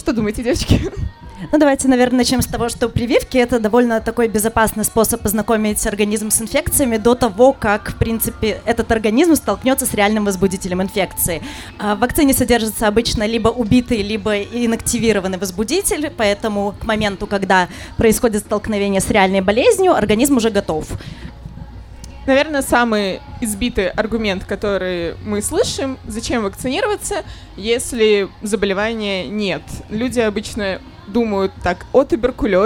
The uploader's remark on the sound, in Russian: Открытая запись подкаста.